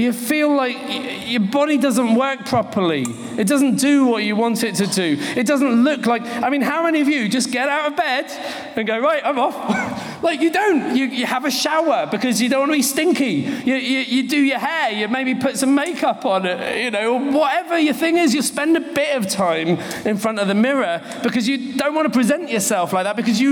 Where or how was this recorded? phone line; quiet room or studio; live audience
live audience